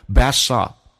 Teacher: bath salt 指的是啊浴盐，洗澡用的盐。那么 bath 咬舌 s 也是 s，这两个在一起的话，其实那个咬舌音就基本上忽略不计，就可以不用咬舌